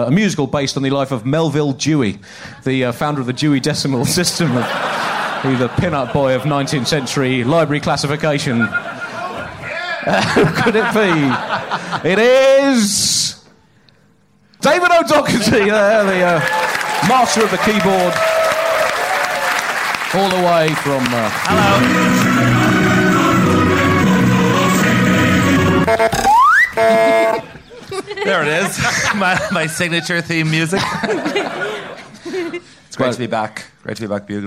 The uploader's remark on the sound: a live show from Batmania